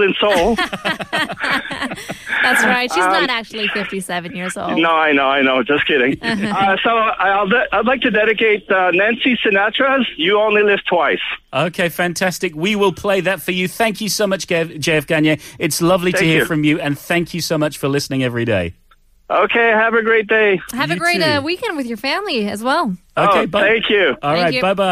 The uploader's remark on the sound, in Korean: 청취자 전화연결